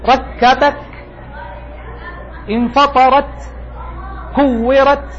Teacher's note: عند الوقوف لما يكون ساكن الكاف والتاء ركبك، في قدر من الهمس أقوى مما هو في المتحرك، لكنه ضروري لأنك ما تستطيع مغادرة الحرف الساكن الذي وقفت عليه إلا بقدر من هذا الهمس.